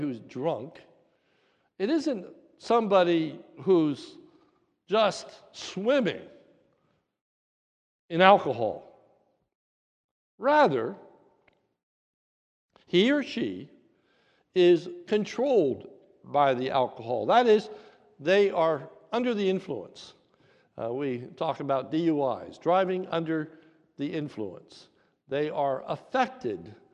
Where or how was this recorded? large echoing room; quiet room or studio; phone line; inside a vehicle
large echoing room